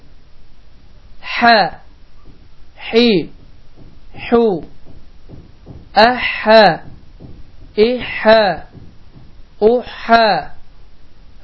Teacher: Və boğazın ortasını sıxmaqla əda olunur.